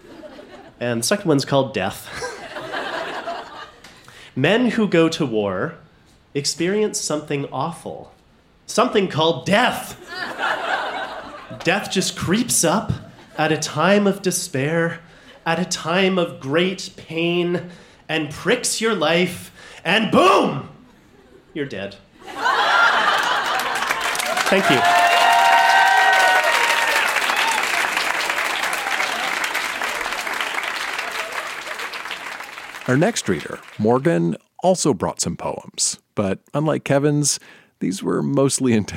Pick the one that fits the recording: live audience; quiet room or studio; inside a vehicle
live audience